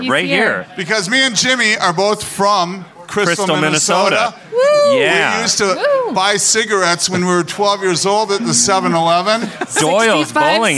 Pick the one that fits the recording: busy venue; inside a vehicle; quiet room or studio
busy venue